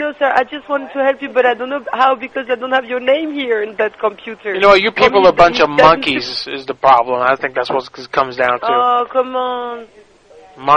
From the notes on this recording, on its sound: Prank Phone Calls